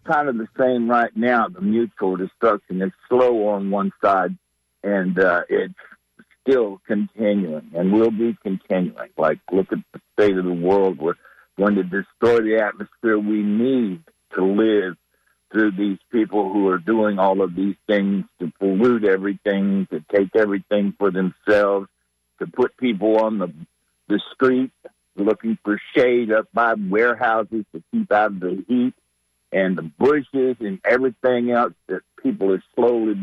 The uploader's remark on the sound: unique magazine format call-in show